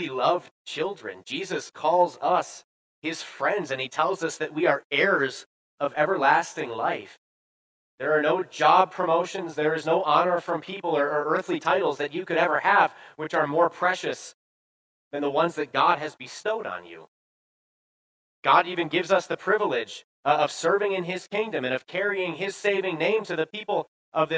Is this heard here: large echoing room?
yes